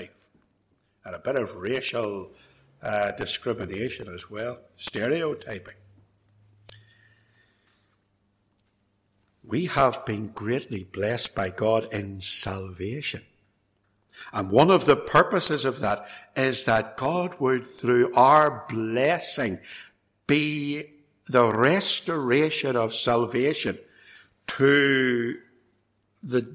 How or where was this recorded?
large echoing room